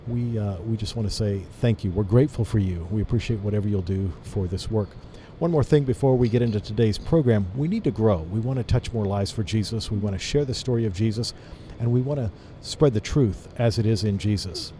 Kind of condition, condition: setting, busy venue